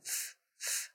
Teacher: Air is just coming out, but no voice, no humming.